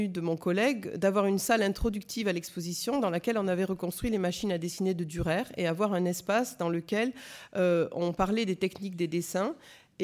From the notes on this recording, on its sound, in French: Intervention enregistrée le 17 février 2014 dans le cadre du colloque « Le conservateur du patrimoine, acteur de l’Education artistique et culturelle ».